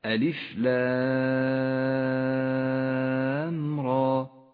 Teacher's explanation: وأما الراء فتمد حركتين وهي راء مفخمة، ولذلك لونت باللون الأزرق.